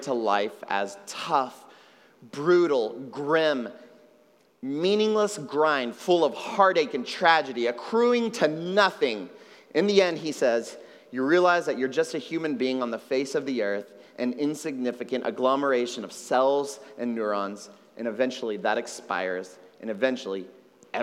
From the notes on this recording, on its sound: at Trinity Church, Puerto Rico